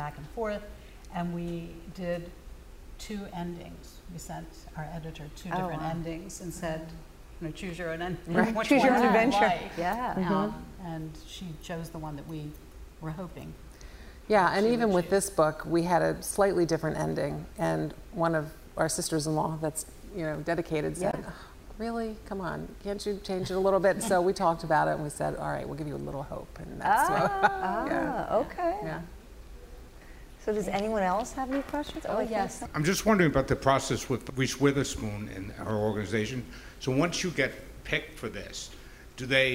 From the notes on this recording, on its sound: LIVE from the Westhampton Beach Performing Arts Center. Since we're LIVE with an audience, you get to hear questions from those who came to watch us!